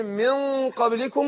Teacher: اخفيت النون عند القاف مش في القاف · فخمت الغنه نفسها مع كون الغنه ايه مقدارها حركتين · Term: الاخفاء